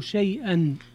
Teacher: شيئا هنا فيها مد اللين المهموز لورش، وهو لابد أن يكون أربع أو ست، نعم، التوسط أو المد الإشباع.